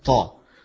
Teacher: يبقى مد طبيعي بتاعها طاء، فلا تمد مدا طويلا، لا طاء، سواء هيقرأها بالإمالة طي ولا يقرأها بالفتح طاء.